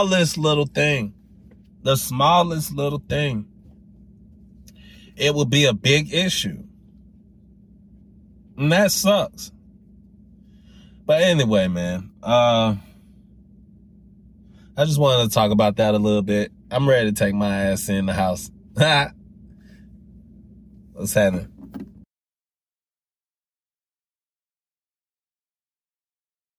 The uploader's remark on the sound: Driving while Thinking. While I was driving home.